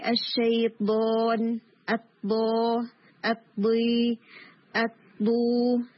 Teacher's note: با کا جو مخرج ہے وہ ہے دونوں لپس کی جوائننگ، ٹھیک ہے، اور نیچرل نارمل جوائننگ ہے.